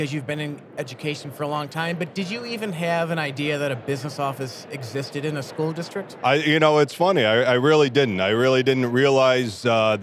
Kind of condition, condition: setting, busy venue